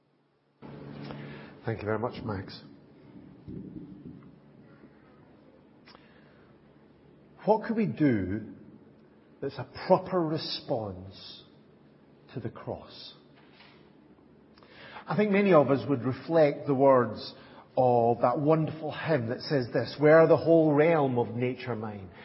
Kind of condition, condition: setting, large echoing room